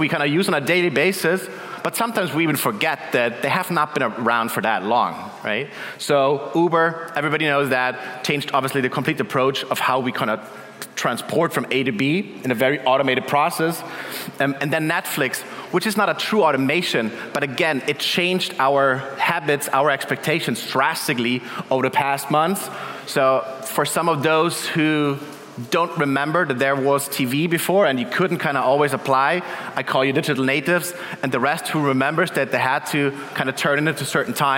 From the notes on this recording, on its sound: Keynote at our CoCoCoCo Main Stage, powered by Duetto.